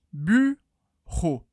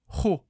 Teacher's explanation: a gente tem o som do R da garganta seguido de O. Então é ro.